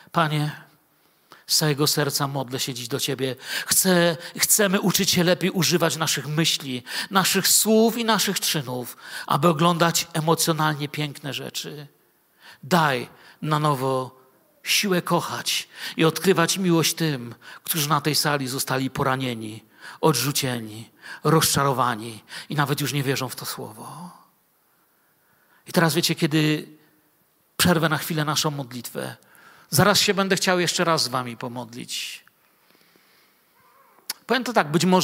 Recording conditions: large echoing room